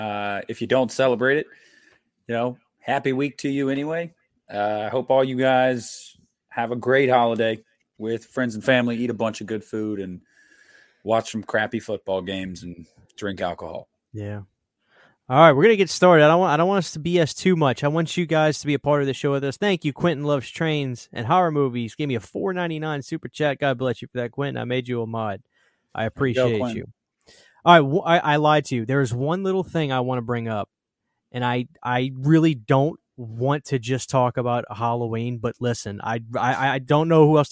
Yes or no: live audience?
no